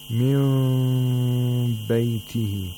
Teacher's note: the lips get really close to each other, but they're not closed. · Term: ikhfa